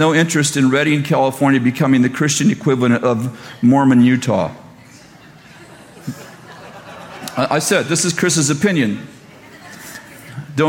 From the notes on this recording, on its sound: at Bethel Church in Redding, CA